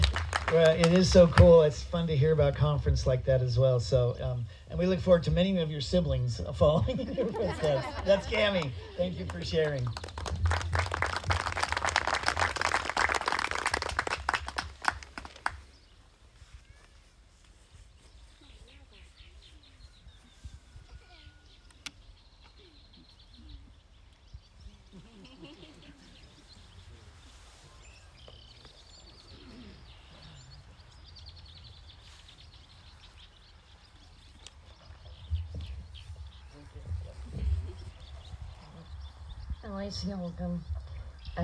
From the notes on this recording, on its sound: Church at the pond - Baptism.